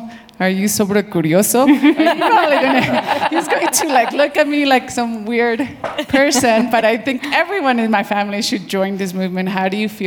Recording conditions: live audience